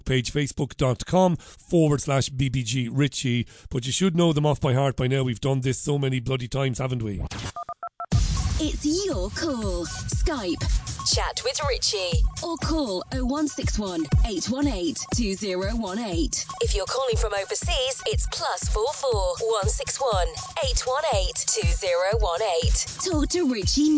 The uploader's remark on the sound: The Tuesday Phone-In.